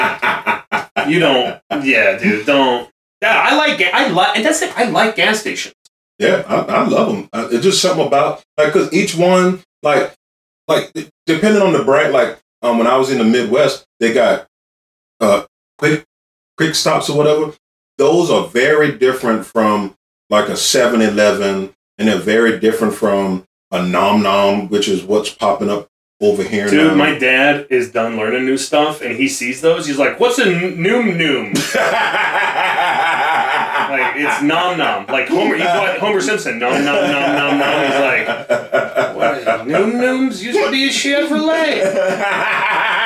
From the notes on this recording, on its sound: Had some technical difficulties, so this week’s episode may sound slightly different.